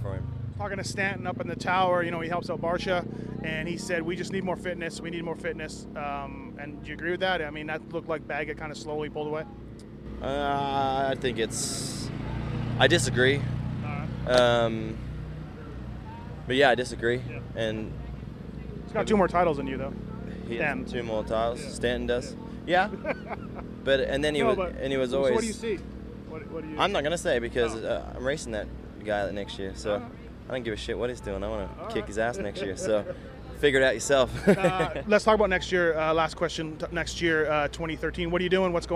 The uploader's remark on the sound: Red Bud 2012 Post-race Interviews